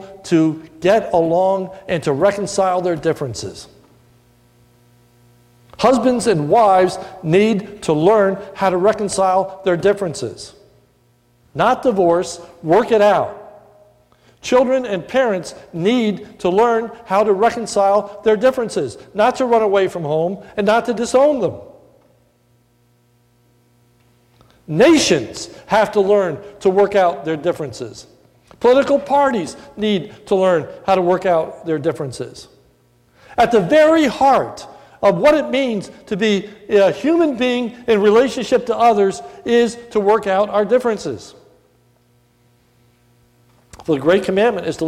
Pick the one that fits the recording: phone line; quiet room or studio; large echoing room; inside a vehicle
large echoing room